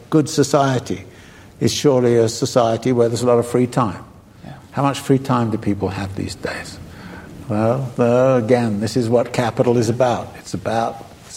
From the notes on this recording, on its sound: Recorded at the Lensic Theater in Santa Fe, New Mexico on October 24, 2018.